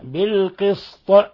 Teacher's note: ولاحظوا كيف قلقلنا الطاء لما وقفنا عليها، لأن الوقف عليها جائز، وإذا وقفنا على الطاء فنقب بالسكون ولا بد. · Term: القلقلة